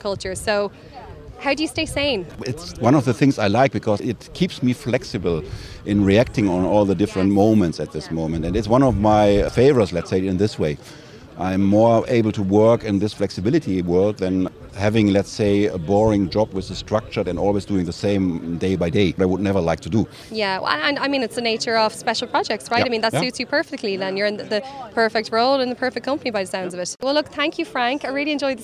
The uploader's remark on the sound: At the recent SAP Sapphire event in Barcelona, a select number of SAP customers were invited to an exclusive event on the rooftop of the Edition Hotel. In between drinks and nibbles.